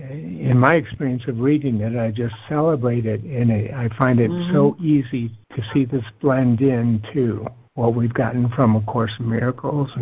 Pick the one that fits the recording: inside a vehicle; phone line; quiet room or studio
phone line